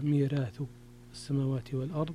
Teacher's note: ميراث أيضا فيها ترقيق الراء لورش